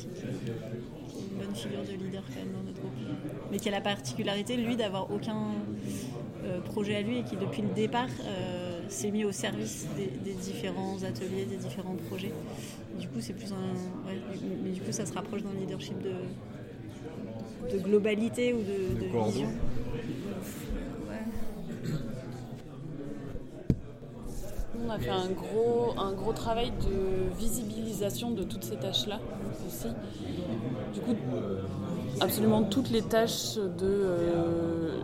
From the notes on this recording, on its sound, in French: Un second épisode enregistré pendant ces ateliers